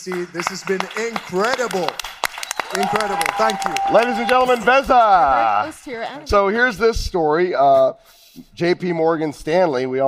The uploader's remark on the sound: LIVE from World Crypto Con. We’re breaking all the rules with this special LIVE episode.